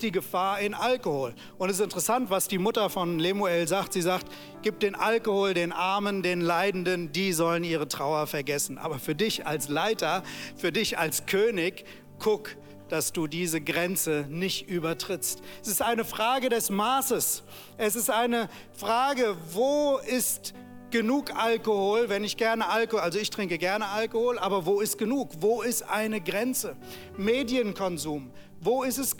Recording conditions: large echoing room